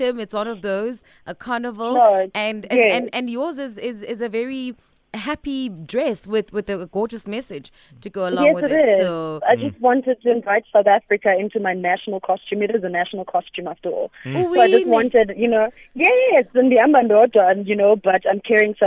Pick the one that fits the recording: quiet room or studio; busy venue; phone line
phone line